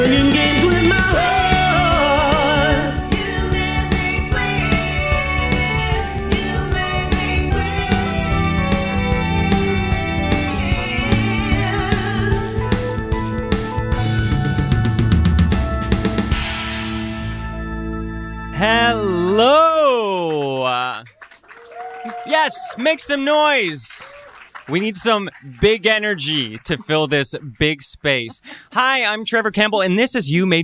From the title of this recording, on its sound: Live at Canada Fan Expo!